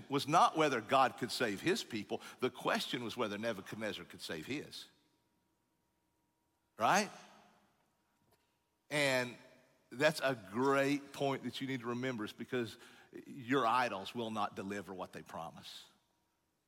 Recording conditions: large echoing room